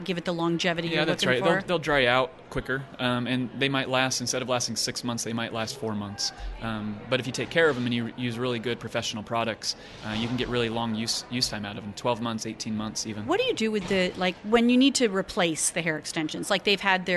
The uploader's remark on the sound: Live at ISSE 18